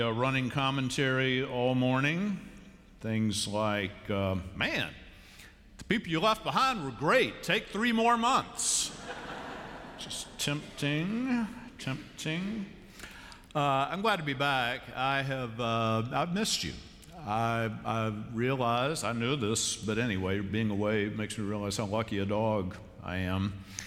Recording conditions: large echoing room